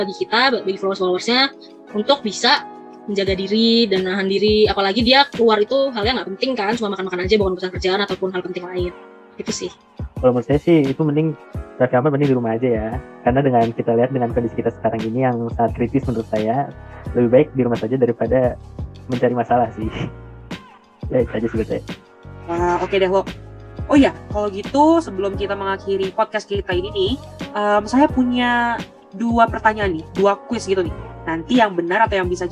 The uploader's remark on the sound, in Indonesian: Podcast dibuat dengan menggunakan aplikasi video meet ZOOM dan di edit dengan menggunakan aplikasi InShot.